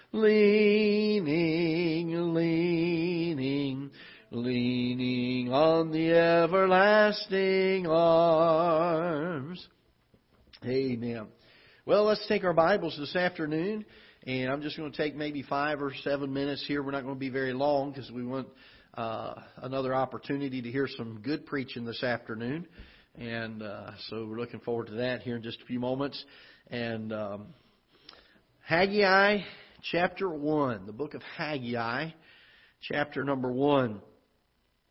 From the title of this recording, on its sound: Ketha Heights Baptist Church ~ Live Broadcast